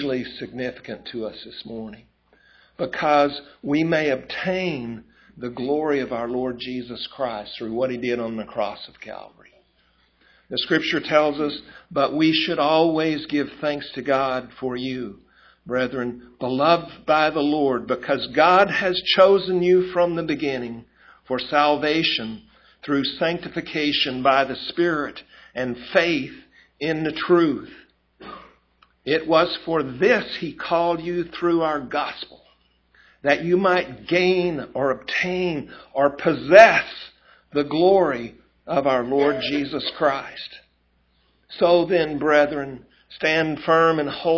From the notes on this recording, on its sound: A recording of the Sunday Morning Christmas service.